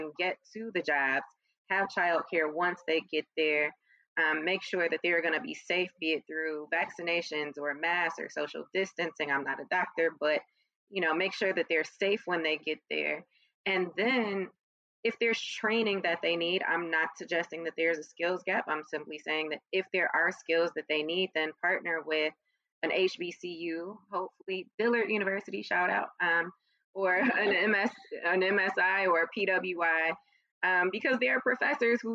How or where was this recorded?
video call